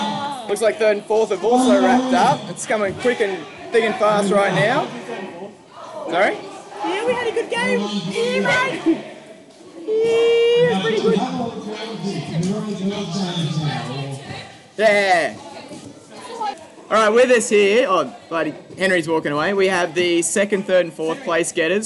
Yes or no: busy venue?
yes